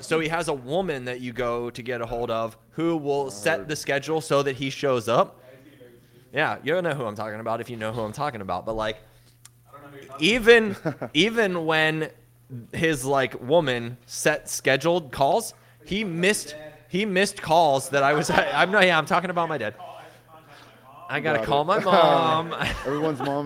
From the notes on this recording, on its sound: Go full pleb in Austin, Texas. Pleb Broadcasting Service was broadcasted from Austin, Texas. In front of a live Pleb audience.